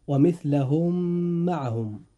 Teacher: فإذا وقعت ميم بعد الميم الساكنة وجب إدغام الميم الساكنة في الميم التي تليها، بحيث تصيران ميما واحدة مشددة، وهو ما يسمى إدغام مثلين صغير.